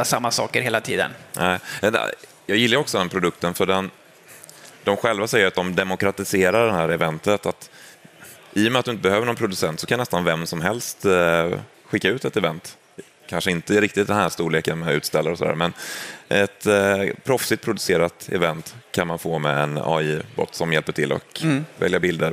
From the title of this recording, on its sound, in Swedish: Live från Teamsdagen 2023